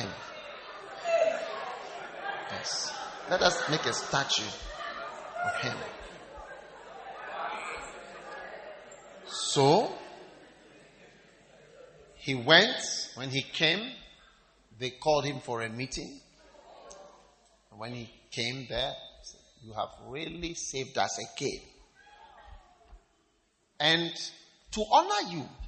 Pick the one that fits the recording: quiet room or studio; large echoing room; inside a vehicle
large echoing room